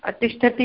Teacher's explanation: तिष्ठति मूर्धन्य, तिष्ठति इत्यस्मिन् पदे षकारः अस्ति, मूर्धन्यषकारः